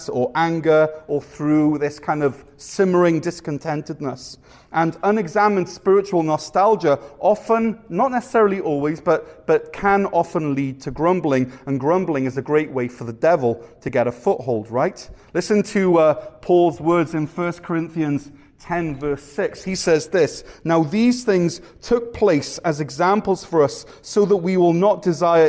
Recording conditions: large echoing room